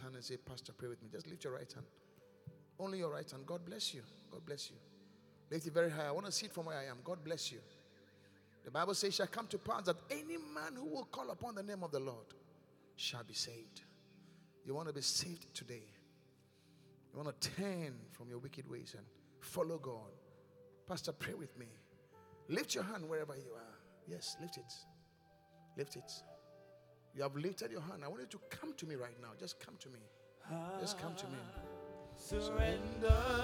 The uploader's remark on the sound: Preached at The Qodesh